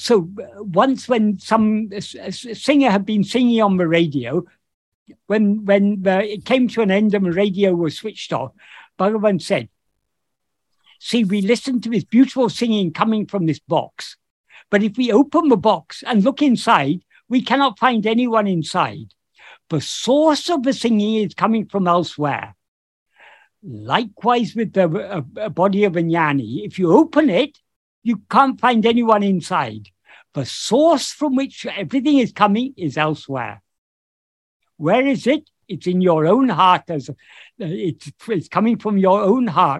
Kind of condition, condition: link, video call